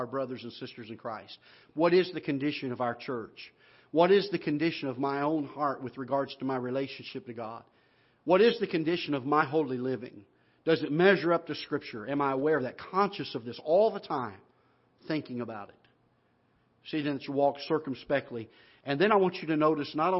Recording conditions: large echoing room